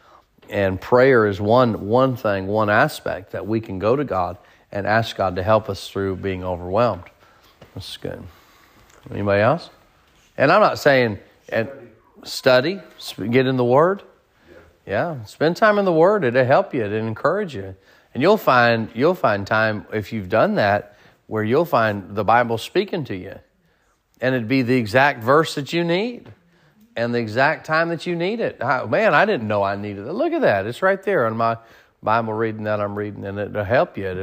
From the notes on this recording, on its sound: Sermon preached at Mid County Baptist Church